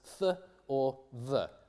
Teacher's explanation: those are the sounds th or th, the interdental fricatives